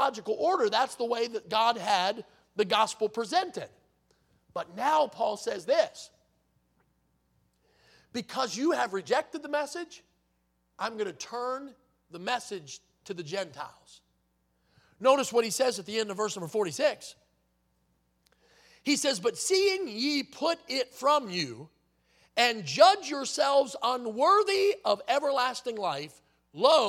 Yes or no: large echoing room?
yes